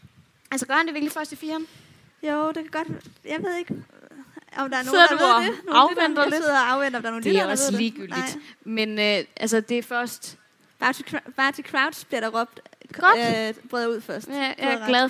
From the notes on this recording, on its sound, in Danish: Liveshow fra Mølleparken. Live i Mølleparken i Aarhus.